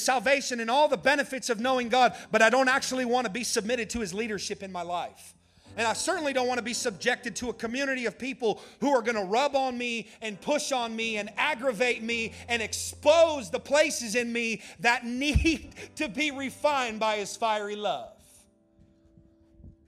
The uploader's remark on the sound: during the 3rd session of the Permission To Burn Conference in Orange Beach, AL.